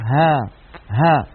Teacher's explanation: الهاء يا إخوة حرف مهموس لأنه من حروف السكتة فحسه شخص يعني يجري معه النفس كما ذكرنا. والهاء حرف قابل للمط والتطويل فهو حرف رخو.